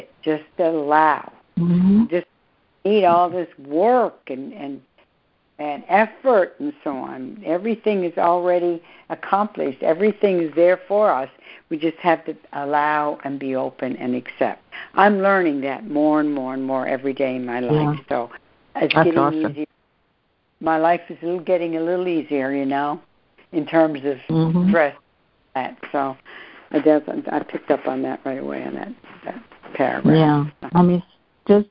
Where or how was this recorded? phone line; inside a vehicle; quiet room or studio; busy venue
phone line